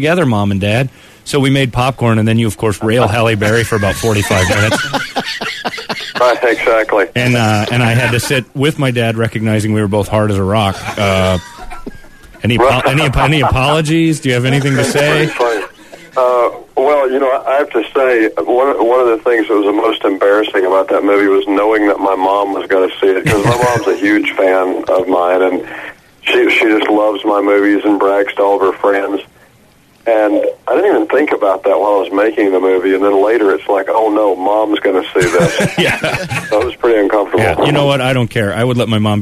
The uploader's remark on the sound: Calls.